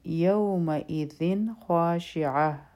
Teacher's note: کې به مونږه دا په ذال باندې چې کوم تنوین دی په دې کې د نون ساکن آواز دا به کلیر وایو · Term: اظهار